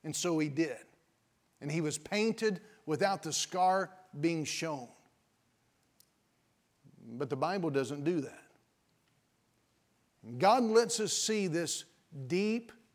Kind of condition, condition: setting, large echoing room